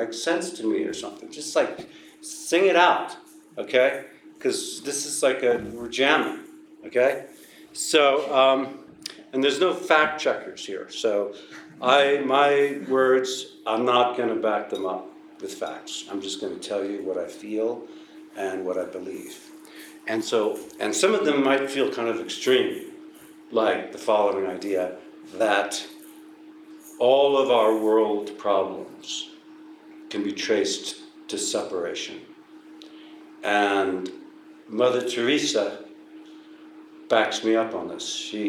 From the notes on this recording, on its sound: This episode was recorded at Prescott Unitarian Universalist Fellowship ( PUUF ) August 14, 2022.